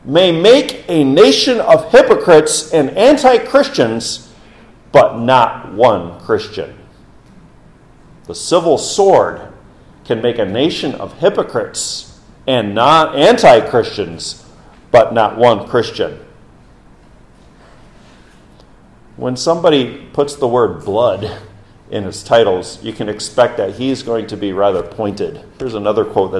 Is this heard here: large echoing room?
yes